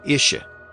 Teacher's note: He had a tendency to shorten the last syllable of certain words. He would convert it into a generic uh. · Term: Texas drawl